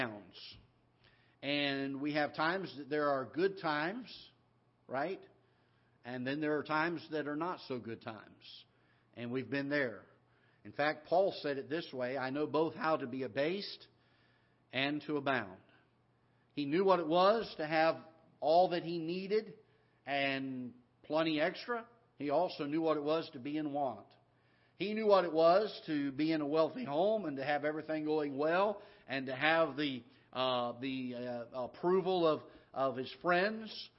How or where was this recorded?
large echoing room